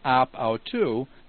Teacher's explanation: Now you'll notice in ap autu that there's a smooth breathing and the word that follows also begins with a vowel, and so the omicron just drops out